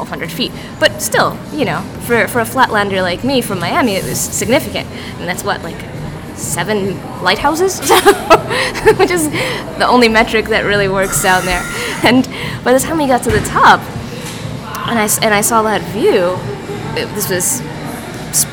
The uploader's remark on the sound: Was recorded in a coffee shop in Oakland, California. Sorry about all the ambient noise.